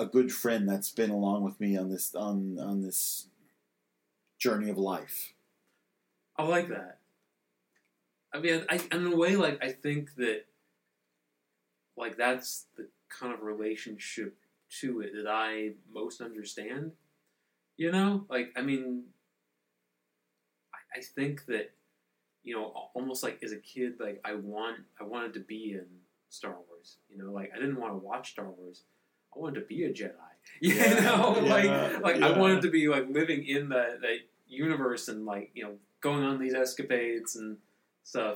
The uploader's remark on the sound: Sorry for the not-so-good audio this round. Take a drink each time you hear a plane.